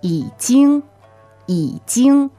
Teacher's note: So the word for already is 已经, 第三声和第一声. Okay, third tone, first tone